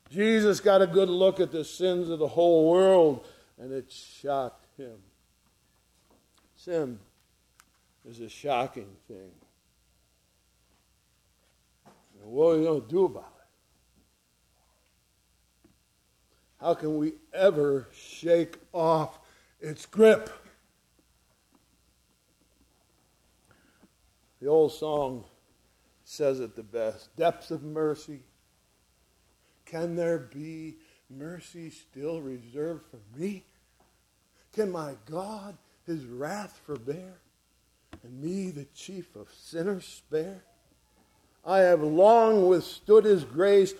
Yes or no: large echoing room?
yes